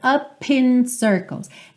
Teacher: esse P ganha uma força extra, up in circles.